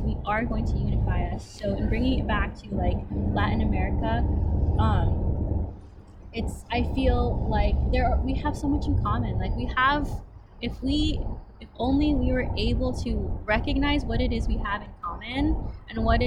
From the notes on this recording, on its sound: Recorded in a park on a warm day